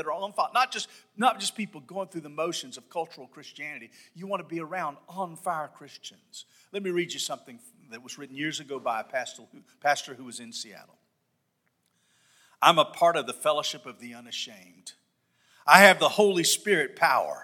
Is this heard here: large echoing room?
yes